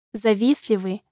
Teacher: This pronounced like завистливый without Т in the middle.